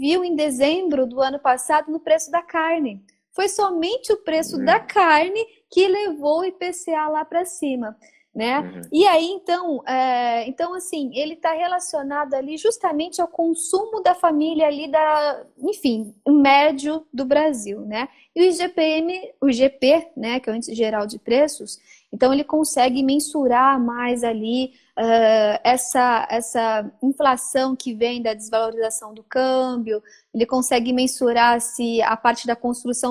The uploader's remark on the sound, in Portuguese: Esse podcast foi gravado durante uma live no Instagram.